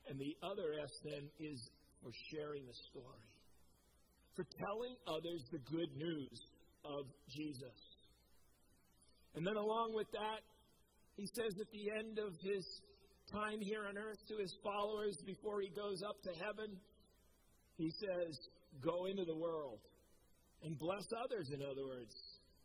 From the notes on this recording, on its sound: Preached at COMMUNITY Covenant church on 8/1/21